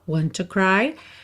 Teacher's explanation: want com to, você junta num T só, want to cry, I am here to dry your eyes.